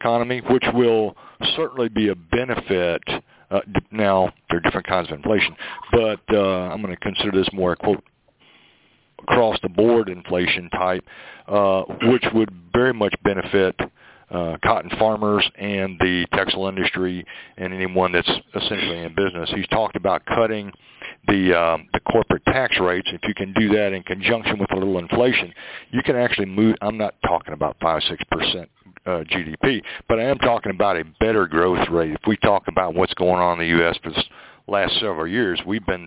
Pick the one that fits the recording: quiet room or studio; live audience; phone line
phone line